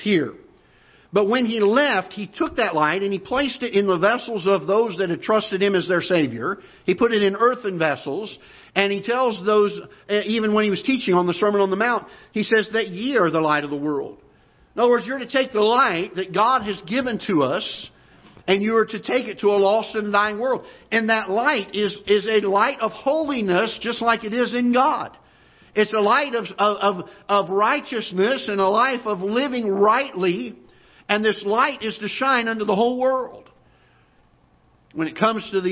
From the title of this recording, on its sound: Ketha Heights Baptist Church ~ Live Broadcast